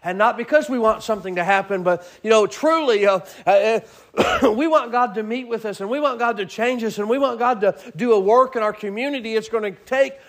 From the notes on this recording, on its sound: Sermon preached at Mid County Baptist Church